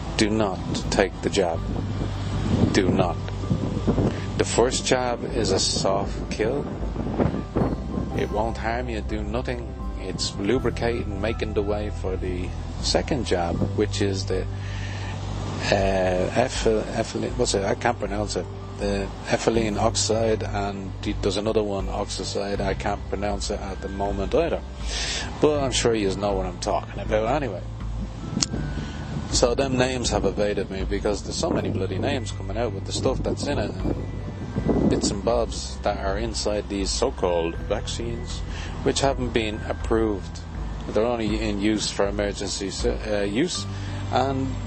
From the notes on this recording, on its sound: With a talk in a beautiful local park on a sunny afternoon.